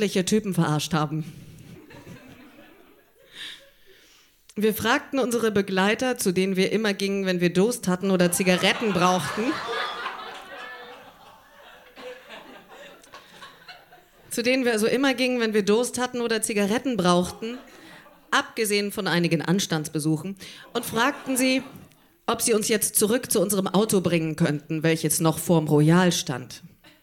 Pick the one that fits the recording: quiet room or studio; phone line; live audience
live audience